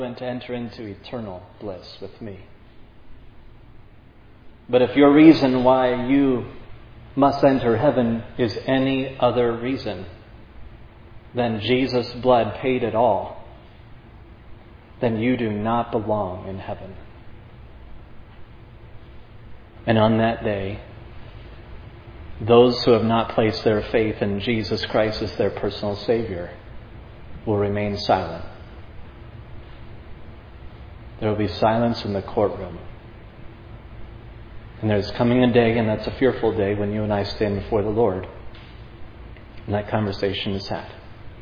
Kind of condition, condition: setting, large echoing room